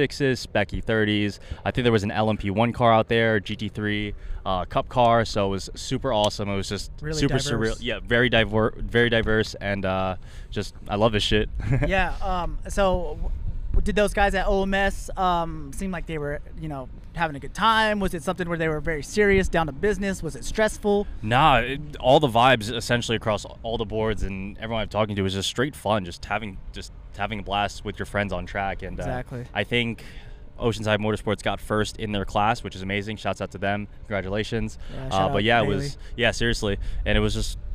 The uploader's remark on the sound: Coming to you live from the track side.